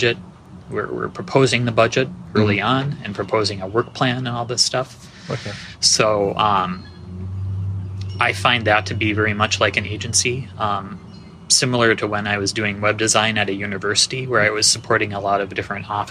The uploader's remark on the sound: Live from SXSW